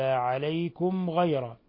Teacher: ميم ساكنة جاء بعدها الغين حكم التجويد إظهار شفوي